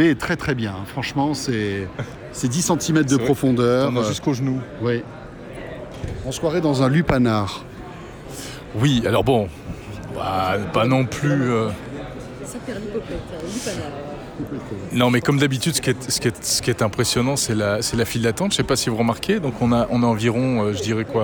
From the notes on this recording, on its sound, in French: Le CES 2019 de Las Vegas côté coulisses. On emmène au CES de Las Vegas. On vous raconte notre quotidien sur place, avec quelques anecdotes en live !